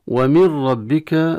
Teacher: ندغم النون بالكلية في الراء فلا أثر للنون في الراء، تصبح الراء مشددة كحرف مشدد في أي موضع آخر. · Term: إدغام تام